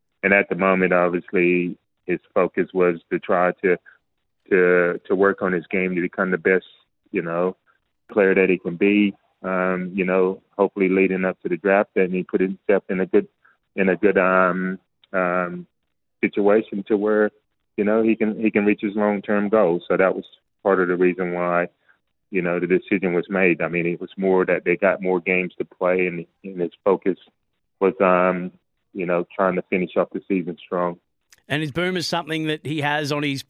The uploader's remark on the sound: jumped on the phone to chat